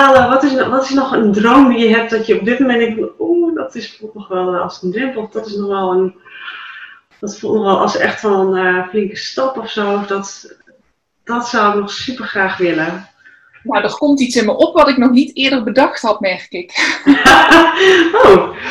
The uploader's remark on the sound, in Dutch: Vanwege Corona een interview via Zoom, maar het gesprek was er niet minder om.